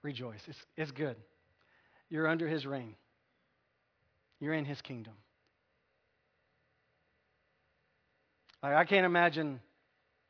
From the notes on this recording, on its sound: Recorded at North Village Church. A non-denominational church in Austin, TX .